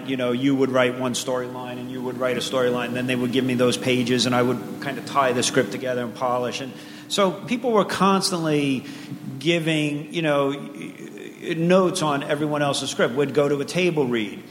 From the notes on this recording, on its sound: Powerful TV panel from ATX. Recorded June 2016 at ATX Television Festival.